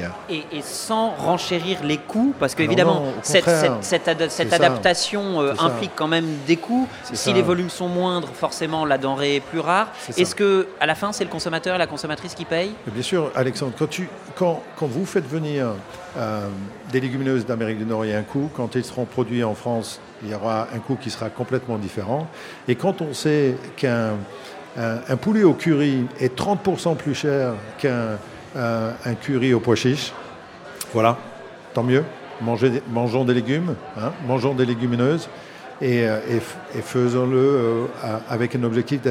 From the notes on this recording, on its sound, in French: en direct de Marseille et du So good Festival